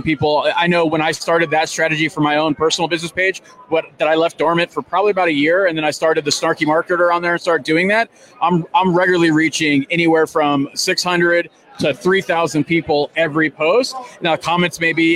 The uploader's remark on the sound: LIVE from AIME Fuse